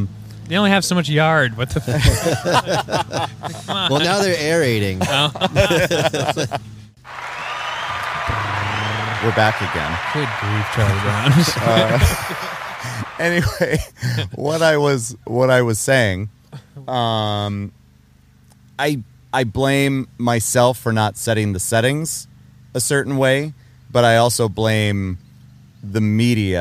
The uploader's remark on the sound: Don't Record Outside On A Weekend.